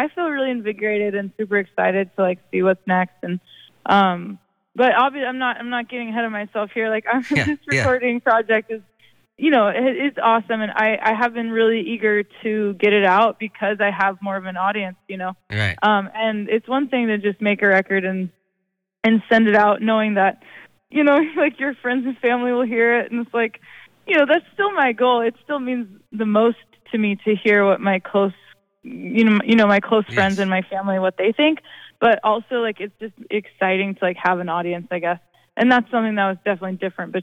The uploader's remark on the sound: chats on the phone